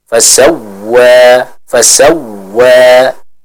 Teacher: Atau biasa kita sebut dengan istilah anabr ya, tekanan intonasi yang dinaikkan ketika kita membaca huruf waw yang bertasydid